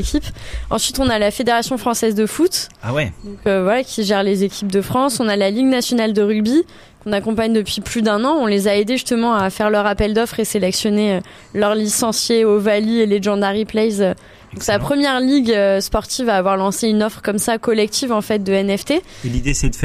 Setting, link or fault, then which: setting, busy venue